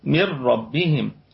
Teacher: ربهم الراء مشددة مفخمة